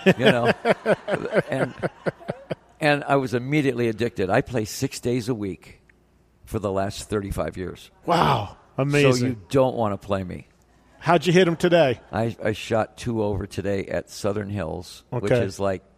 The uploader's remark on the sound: Recorded in front of a live audience.